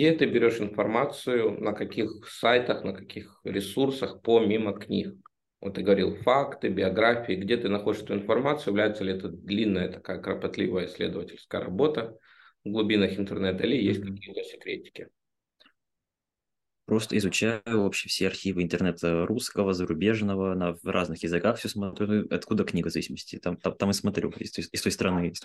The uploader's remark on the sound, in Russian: в этом Zoom_подкасте